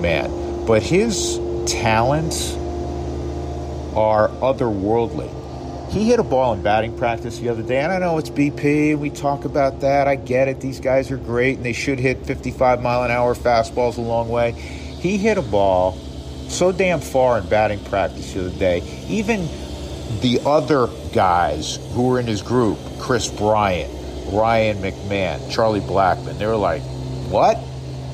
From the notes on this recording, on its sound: This week he's recording from Salt River Fields at Talking Stick in Scottsdale, Arizona.